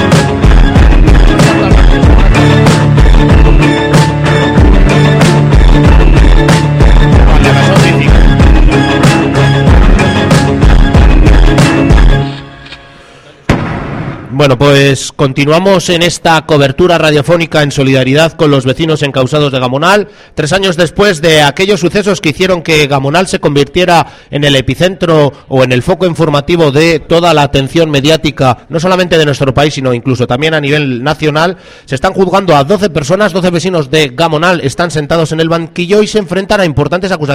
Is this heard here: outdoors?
yes